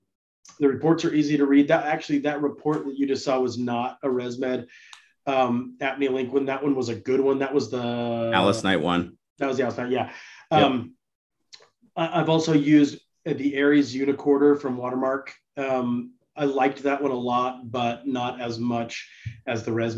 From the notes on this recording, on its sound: live interactive webinar